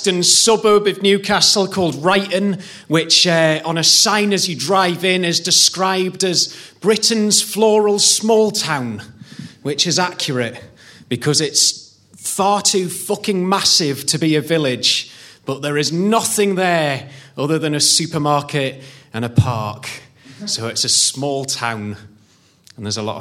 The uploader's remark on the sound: The first of three live recordings from our Tragic Friends live event which took place at the Dogstar, Brixton on the 25th September 2014.